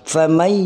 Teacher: Jadi bacaannya adalah famai ada dengun di hidung · Term: idogam biguna